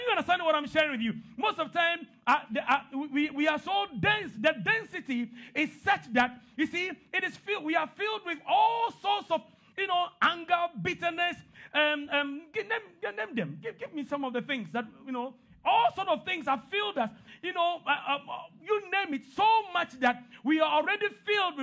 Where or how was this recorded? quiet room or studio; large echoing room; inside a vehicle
large echoing room